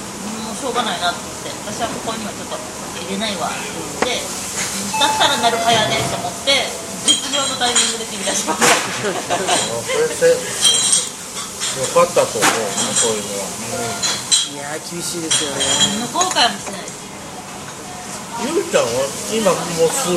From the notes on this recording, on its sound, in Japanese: 三十路と四十路のまったり人生訓トークin日高屋。まったり大人呑みトーク。雑音混じり。